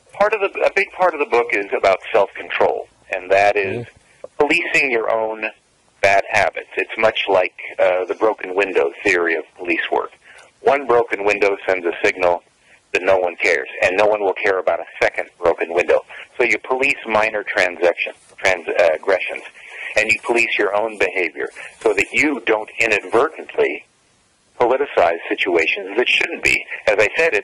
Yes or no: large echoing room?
no